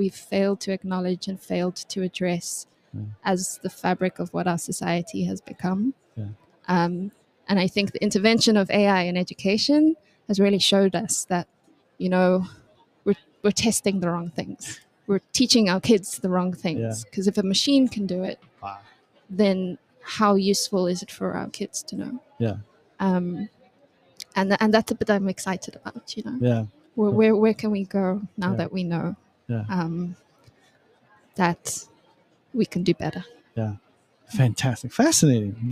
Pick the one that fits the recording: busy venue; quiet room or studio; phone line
busy venue